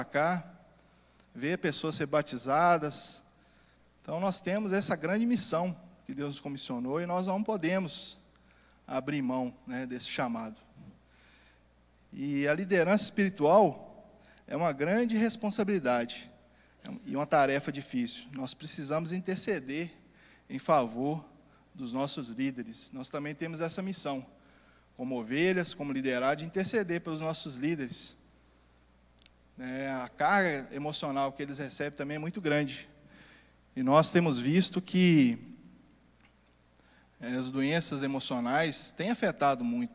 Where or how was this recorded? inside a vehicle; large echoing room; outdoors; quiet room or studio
large echoing room